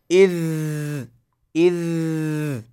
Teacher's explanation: تلاحظون النفس والصوت يجريان ولا يتوقفان